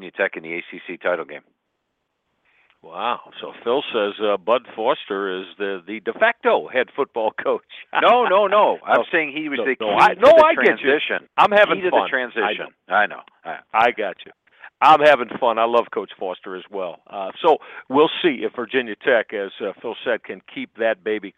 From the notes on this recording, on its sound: take questions from callers across the country